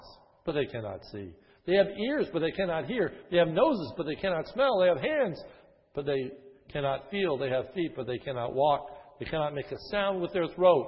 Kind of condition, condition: setting, large echoing room